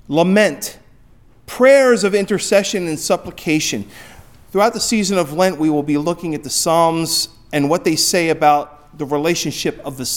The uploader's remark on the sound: Recorded at Hudson UMC on February 14, 2024